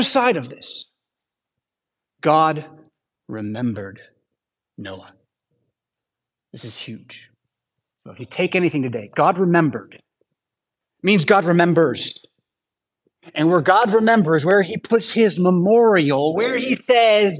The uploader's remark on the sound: Preached at St Paul Lutheran Church , Rockford, Illinois on Sunday June 18, 2023.